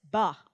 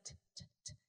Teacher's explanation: They add the schwa sound. They're oversaying some of their letters. · Shown in: first take · Ta instead of t.